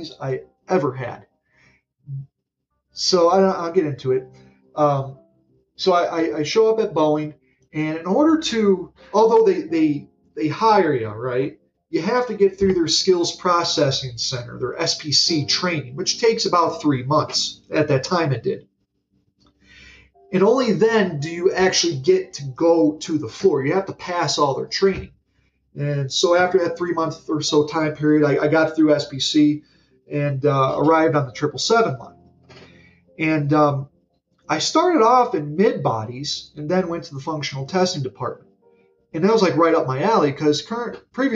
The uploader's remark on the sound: Be patient, I got a better microphone in later episodes